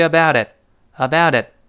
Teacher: 中间这个 t，发的，最后那个 t，失去爆破 · about 跟 it 理论上是 aboutit，读快了连读